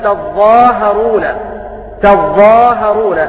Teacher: بتشديد الضاء وتخفيف الهاء